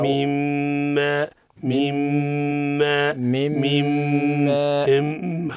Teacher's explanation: الميم مشددة إظهار الغنة فيها